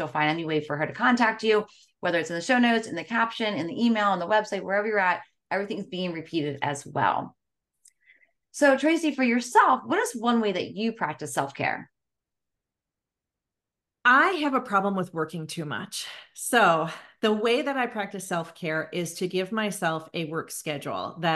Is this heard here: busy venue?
no